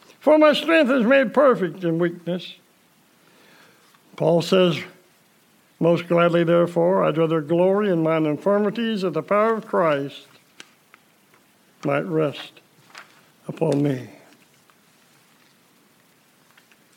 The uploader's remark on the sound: Preached December 27, 2020 at General Baptist Church God's House of Prayer in Fairborn, Ohio